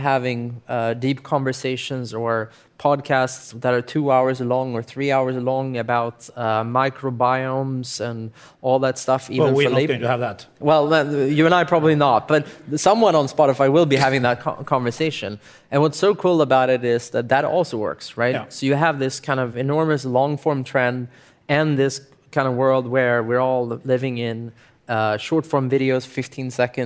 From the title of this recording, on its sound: Live podcast